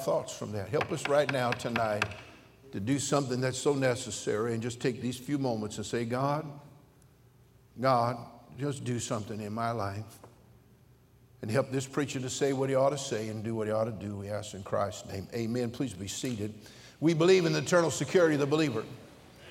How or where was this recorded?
large echoing room